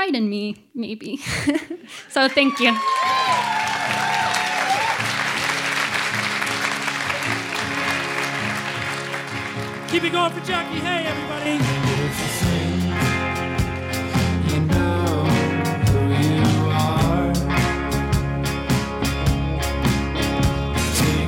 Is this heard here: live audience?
yes